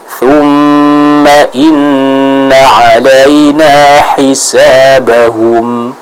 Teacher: Nah, yang tepat hi dengan huruf ha yang keluar dari tenggorokan bagian tengah. Contohnya thumma inna 'alaina hisabahum.